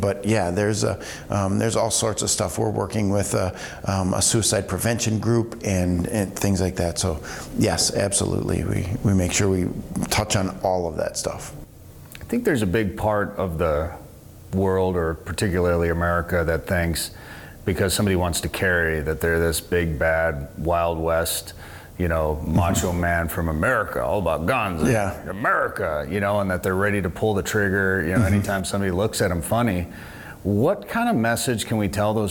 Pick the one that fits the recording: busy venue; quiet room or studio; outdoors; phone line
busy venue